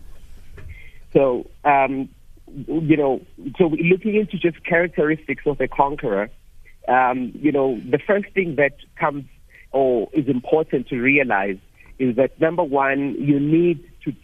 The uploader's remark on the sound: Guest (PHONE)